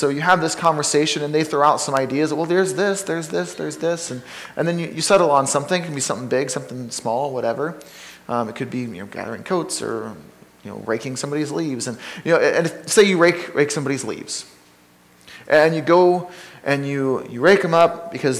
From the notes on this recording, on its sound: Sermon from Ninth Street Christian Church